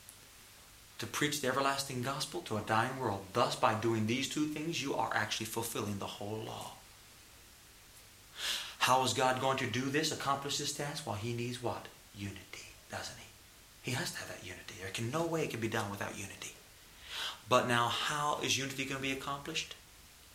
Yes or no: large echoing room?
yes